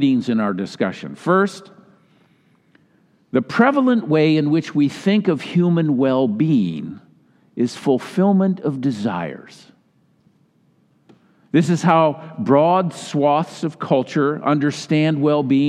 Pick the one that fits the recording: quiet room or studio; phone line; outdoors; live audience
live audience